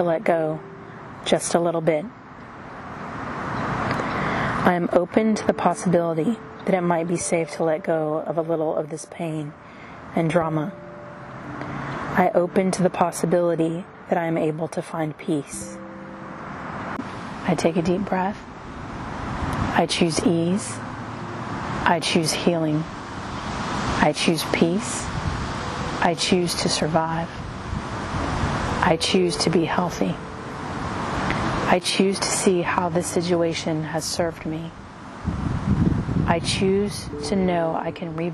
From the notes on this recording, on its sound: A free guided meditation recorded outdoors.